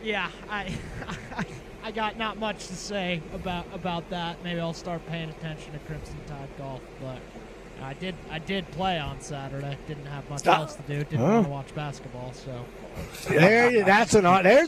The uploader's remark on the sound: LIVE From Terry Thompson Chevrolet!